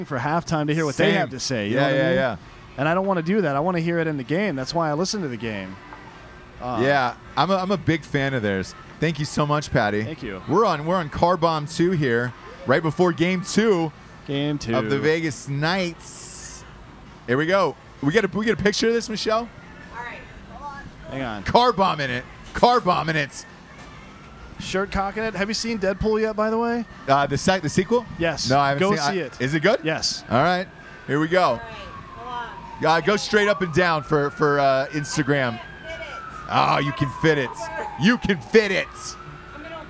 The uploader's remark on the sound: live from the Las Vegas strip outside of T-Mobile Arena